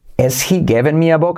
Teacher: La H es semiclave, porque la podemos saltar y además la hacemos aspirada.